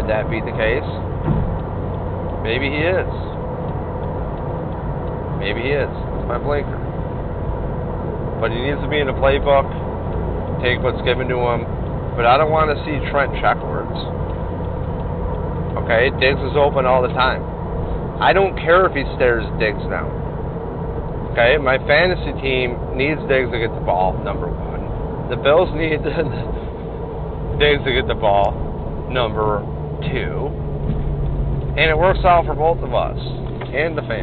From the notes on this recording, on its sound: Babbles while driving from Tampa to Ft Lauderdale to the Bills Backers bar- the Booze Garden.